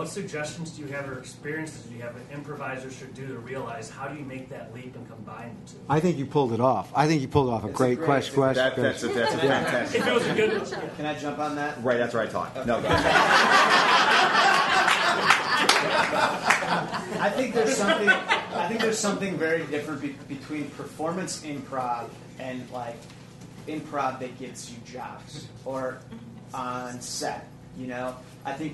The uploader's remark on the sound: caught up with them at this year's Chicago Improv Festival